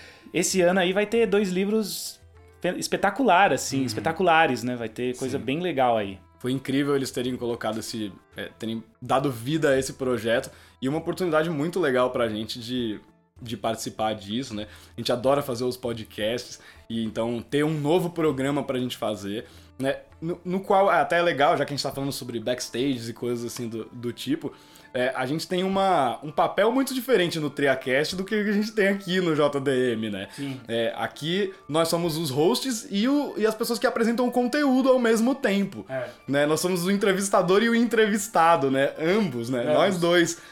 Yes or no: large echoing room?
no